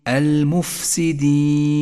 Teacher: أجري النفس مع حرف الفاء ليكون حرفا قويا · Term: صفة الهمس